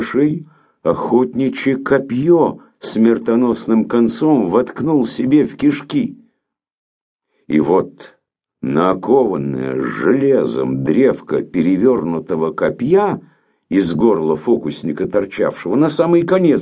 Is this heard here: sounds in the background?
no